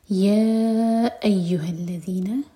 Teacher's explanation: یا الگ ورڈ ہے اور ایہا الگ، تو حمزہ پر زور دے کر پڑھیں گے. یا ایہا الذین آمنوا، حمزہ کا کٹ آف ساؤنڈ، ا مد بدل دو حرکہ لمبا، آمنوا اذکروا. · Term: مد منفصل